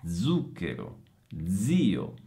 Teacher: io le ho pronunciate con la Z sonora